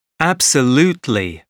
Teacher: Stress on third syllable.